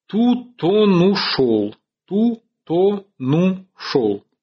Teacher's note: конечный согласный слова отходит к следующему гласному, и образуя с ним открытый слог, за исключением конечного слова синтагмы. · Term: ресилабация